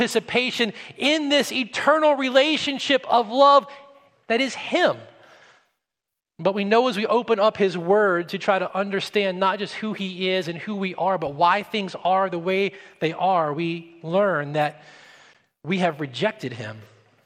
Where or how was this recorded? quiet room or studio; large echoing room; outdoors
large echoing room